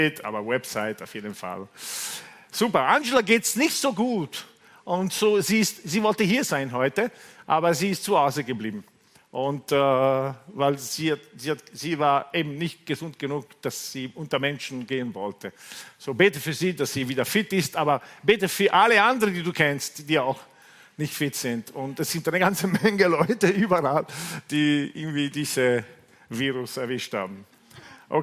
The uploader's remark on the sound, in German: Gottesdienst live aus der LIFE Church Wien.